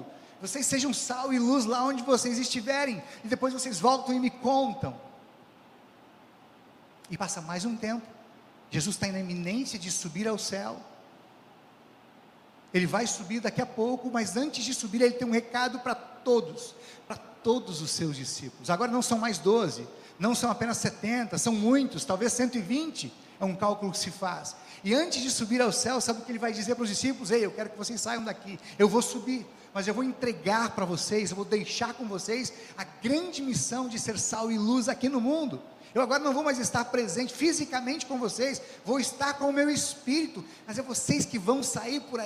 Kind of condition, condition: setting, large echoing room